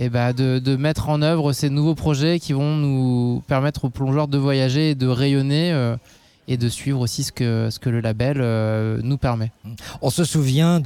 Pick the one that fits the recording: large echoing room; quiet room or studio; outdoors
outdoors